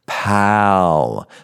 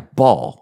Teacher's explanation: It's a long ah, a lot more open. Whereas if you put two L's after that A, like in Paul Mall, it's a more round, shorter, reserved kind of vowel. Paul, ball.